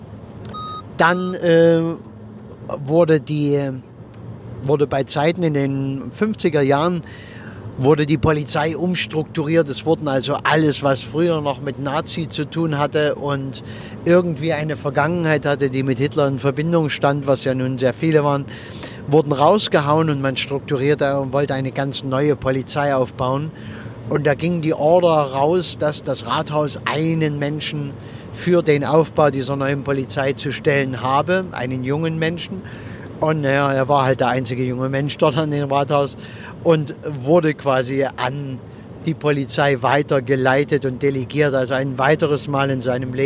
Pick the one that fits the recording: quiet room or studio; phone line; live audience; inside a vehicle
inside a vehicle